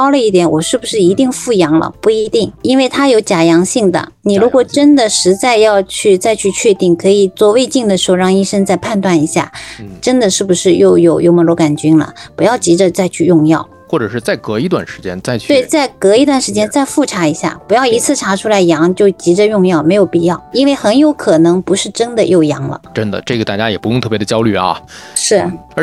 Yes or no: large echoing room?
no